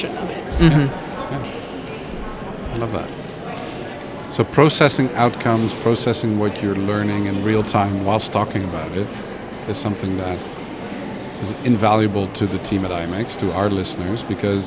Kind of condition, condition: setting, busy venue